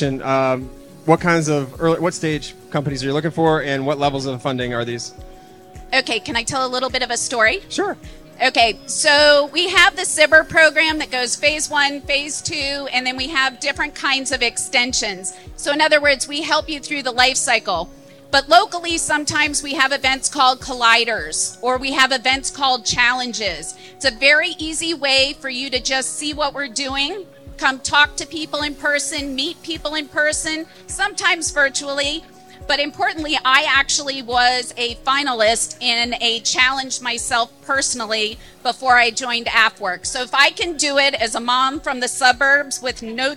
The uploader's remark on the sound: we hear a panel discussion from SXSW